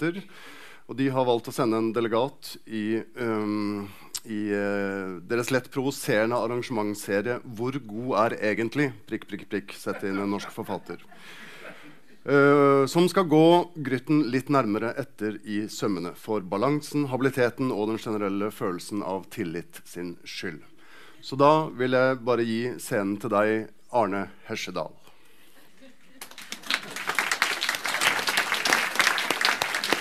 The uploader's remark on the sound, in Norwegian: Frå Kapittel23. Til samtale på Kapittelfestivalen på Sølvberget. Innspelt på Sølvberget bibliotek og kulturhus.